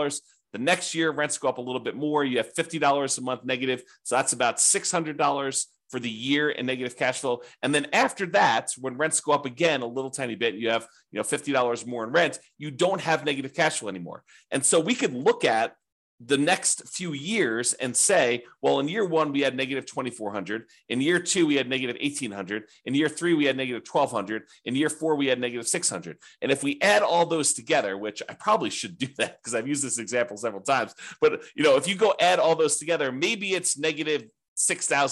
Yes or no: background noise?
no